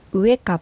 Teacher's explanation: うの発音だけは日本語と少し違い、口を丸めるようにうと発音します